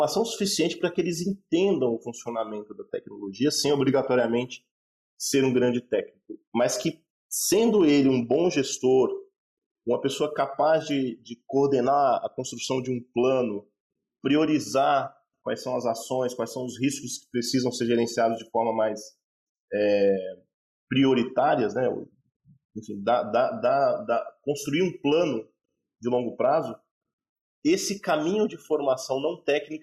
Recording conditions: video call